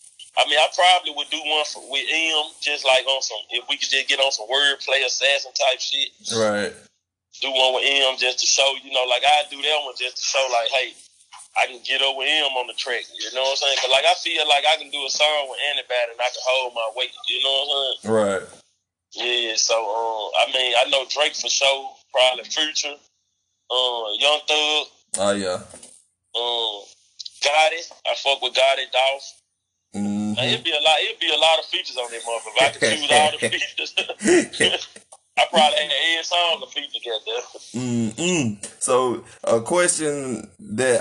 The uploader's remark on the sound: on the phone